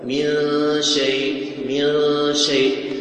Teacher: تذهب إلى الشين وتجعل غنة · Term: الإخفاء